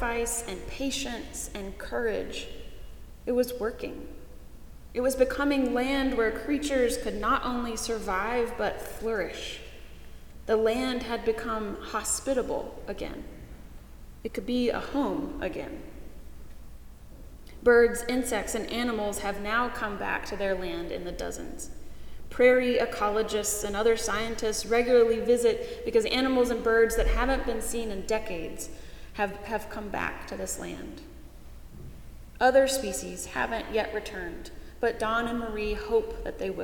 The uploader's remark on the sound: Paul's Episcopal Church in Winston-Salem, NC.